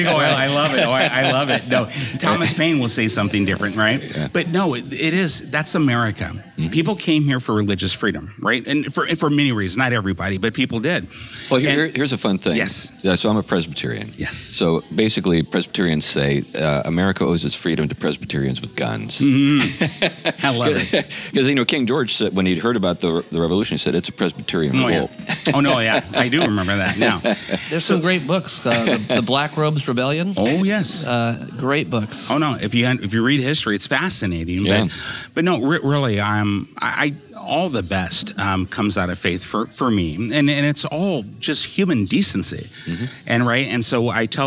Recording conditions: busy venue